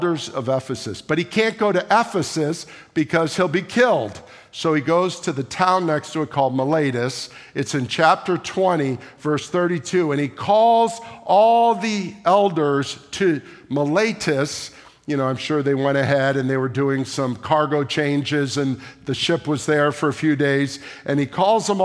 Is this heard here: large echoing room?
yes